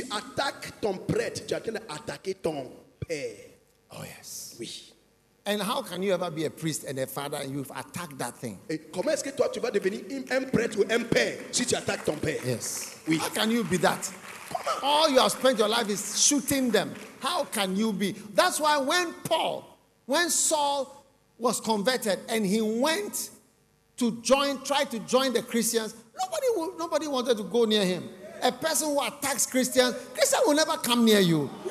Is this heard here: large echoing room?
yes